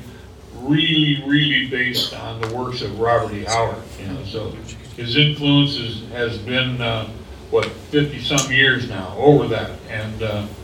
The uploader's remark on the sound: Howard Days 2022. The rest of this month will be dedicated to the audio we recorded while at this gathering! We present the inaugural panel from the event.